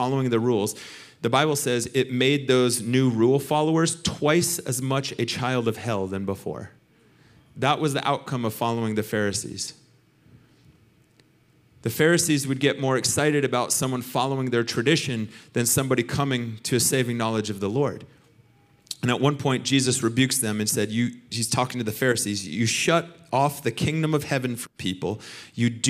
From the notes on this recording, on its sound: Recorded sunday evening service at Reunion Hawaii